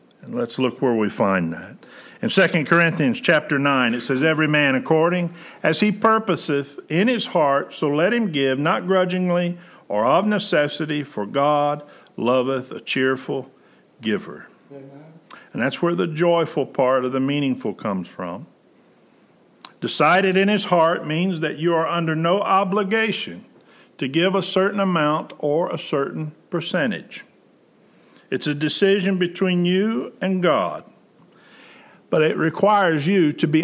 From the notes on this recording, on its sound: Preached September 13, 2020 at General Baptist Church God's House of Prayer in Fairborn, Ohio